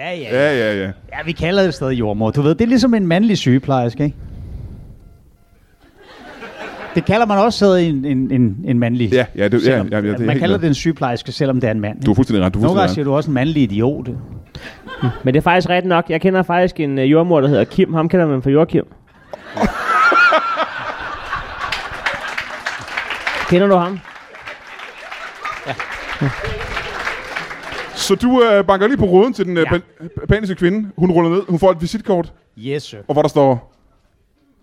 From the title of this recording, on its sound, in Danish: LIVE fra Ramsømagle